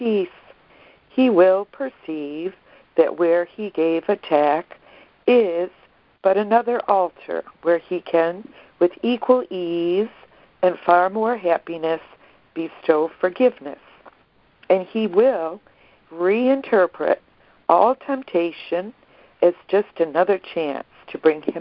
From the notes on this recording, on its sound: ACIM Daily Conference Call.